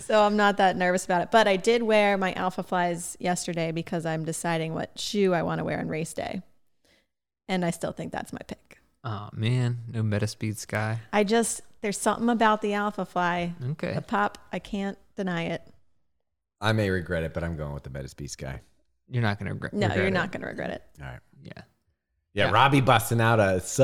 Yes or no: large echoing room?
no